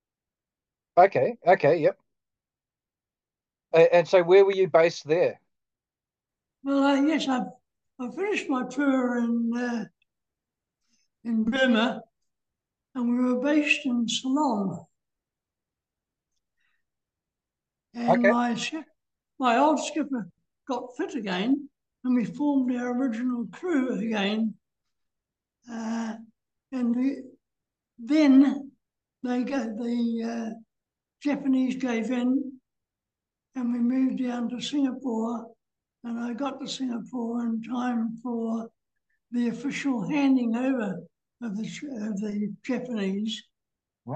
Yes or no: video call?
yes